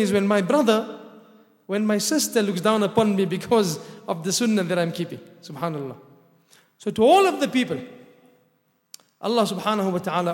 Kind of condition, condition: setting, large echoing room